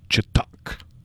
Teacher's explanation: Supposed to put the emphasis on the ock.